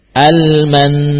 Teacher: nanti harokat fathanya tidak kita baca